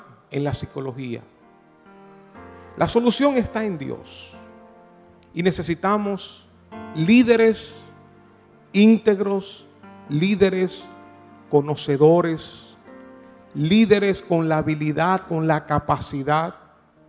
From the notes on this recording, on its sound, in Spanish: Grabado en Iglesia Cristiana Inc.